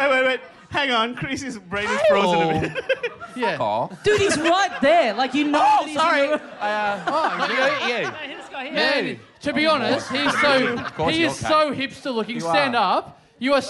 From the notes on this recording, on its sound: Recorded LIVE at the European Bier Cafe on December 5, 2015.